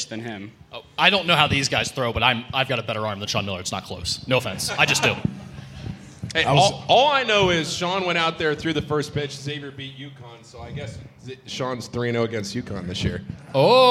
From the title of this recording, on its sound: Musketeer Report Live from Dana Gardens